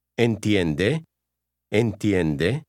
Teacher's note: Notice the rising intonation at the end when you ask a question.